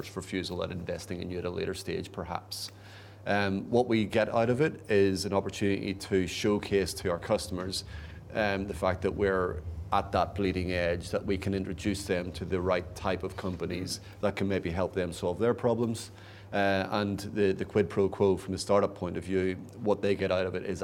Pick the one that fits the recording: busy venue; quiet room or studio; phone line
busy venue